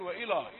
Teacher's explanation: الراء مفخمة فهو يستعد لها من قبل فيقول وإلى، يعني يفخم اللام